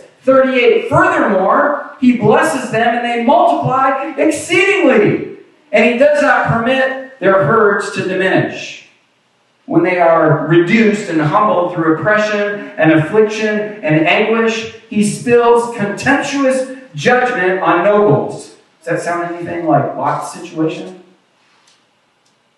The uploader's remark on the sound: Apologies for the poor audio quality of this recording. We had lots of issues with technology today. Thankfully, our video camera has an internal mic and captured the ambient audio. You'll hear all the coughs, sneezes, and even some drive-by traffic...